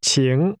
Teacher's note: 请。 Is pronounced with a falling, rising tone.